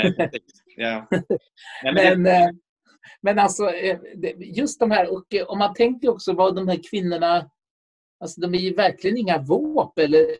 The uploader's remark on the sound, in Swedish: Inspelad 15 november 2020 i Zoom.